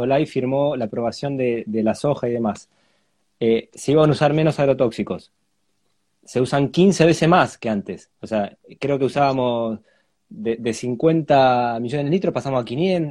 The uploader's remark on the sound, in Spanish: Audio de la charla en vivo por Instagram